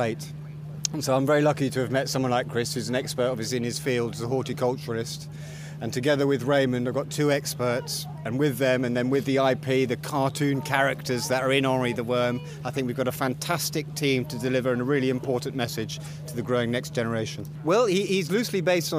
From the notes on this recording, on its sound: we visit the 2015 RHS Hampton Court Palace Flower Show and hear highlights from the showground